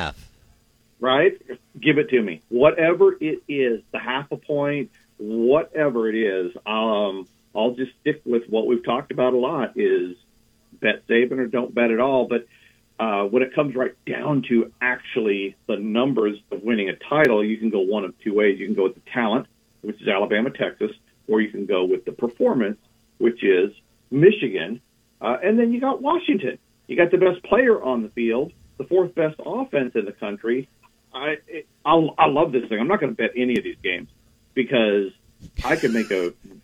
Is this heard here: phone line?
yes